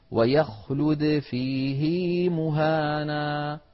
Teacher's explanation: صلة هذه الهاء بياء لفظية، مع أن ما قبل الهاء ساكن وهو حرف الياء. كان القاعدة أن يقول: ويخلد فيه مهانا، بدون صلة.